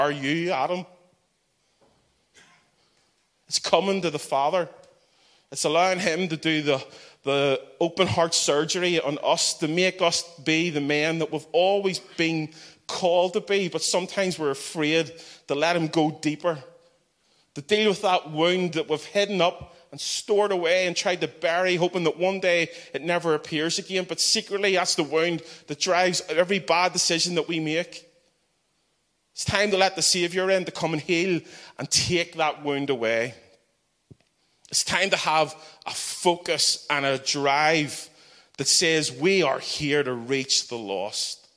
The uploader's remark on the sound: the final keynote of our Regular Joes Conference